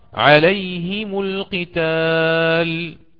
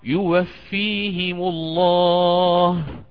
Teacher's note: الإمام قالون يكسر هنا الهاء ويضم الميم · Term: أكسر الهاء وأضم الميم